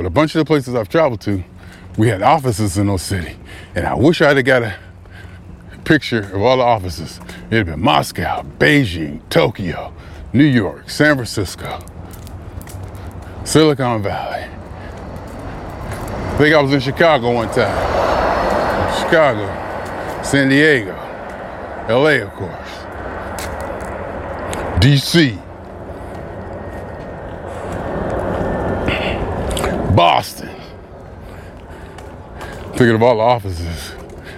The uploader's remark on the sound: Me Walking Talking. As I Prepare Myself For The Flight.